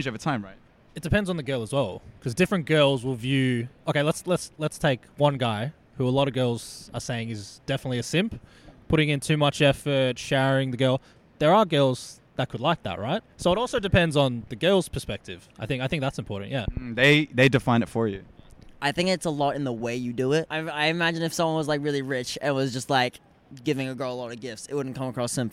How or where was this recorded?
outdoors